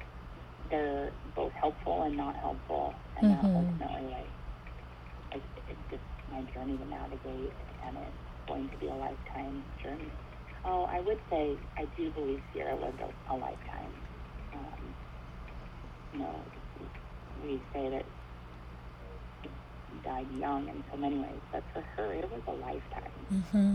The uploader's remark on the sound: This episode is Audio only, recorded over the phone as preferred by my guest. There is no video to watch and the sound quality is a bit lower than my usual.